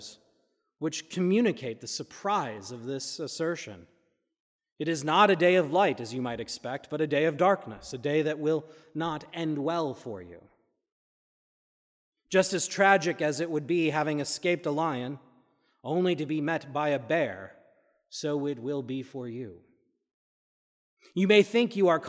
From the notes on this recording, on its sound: This is a recording from the service of Holy Communion according to the Book of Common Prayer (1662). Unfortunately, the full service was not recorded. This is a recording of the sermon only.